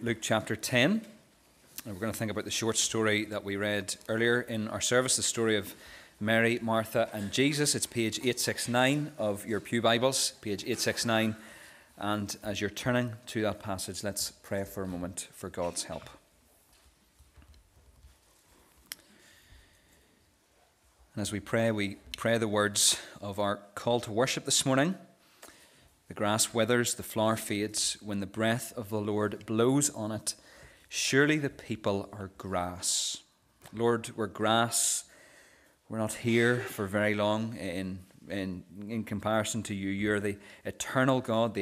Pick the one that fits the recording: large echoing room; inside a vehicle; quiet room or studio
large echoing room